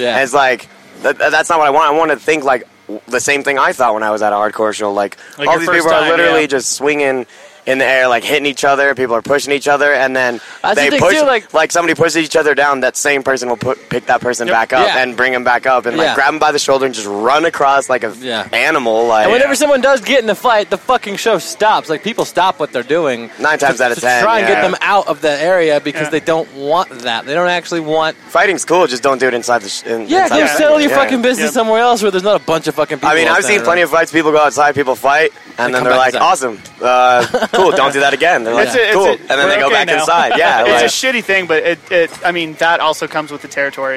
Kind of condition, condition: setting, busy venue